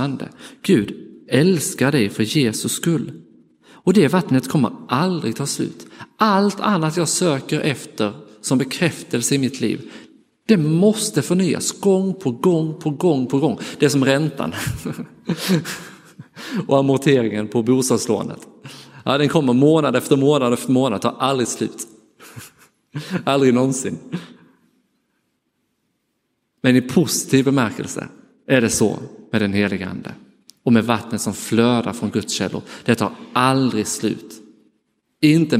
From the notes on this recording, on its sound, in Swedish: Inspelad i Roseniuskyrkan den 28 maj 2023.